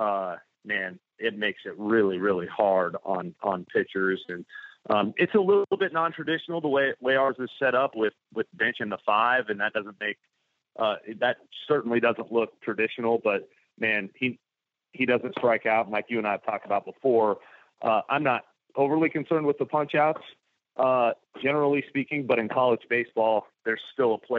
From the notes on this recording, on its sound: joins on the Modern Woodmen phone line